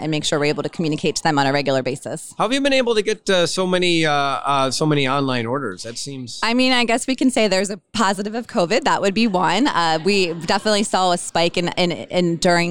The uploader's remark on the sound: joined me at the Restaurant Leadership Conference recently